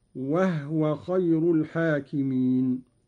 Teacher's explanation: قرأ قالون بإسكان الهاء تخفيفا